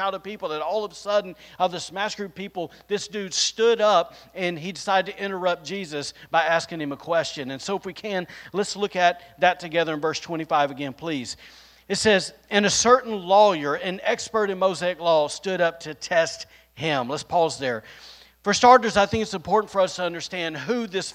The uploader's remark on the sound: recorded on Sunday, May 22nd, 2022, during service at The Anchor Church in Rockport, Maine